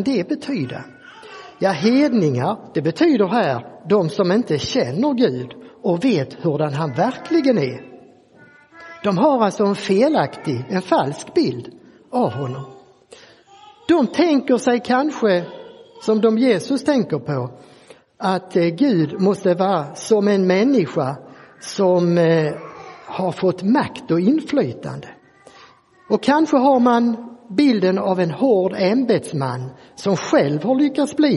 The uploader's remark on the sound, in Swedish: Inspelad i Roseniuskyrkan den 14 maj 2023.